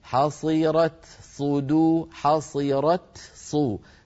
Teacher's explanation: فنأتي بالتاء شديدة في أولها مهموسة في آخرها